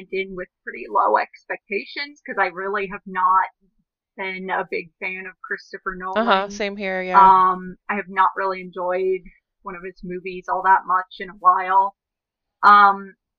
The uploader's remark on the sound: Apologies for the sound quality.